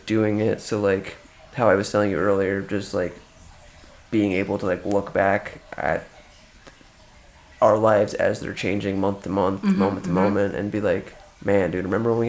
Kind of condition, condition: fault, background noise